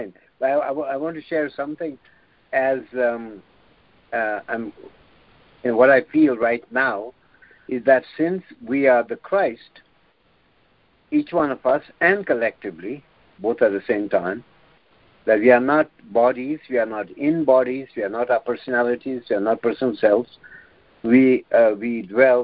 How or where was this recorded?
phone line